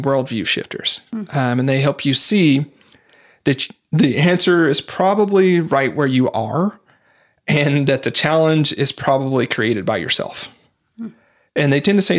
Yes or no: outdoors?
no